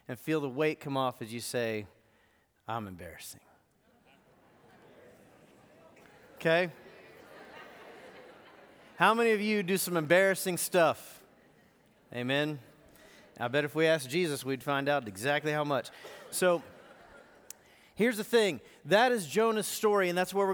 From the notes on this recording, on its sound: Recorded live at The Fellowship at Two Rivers on July 21, 2019.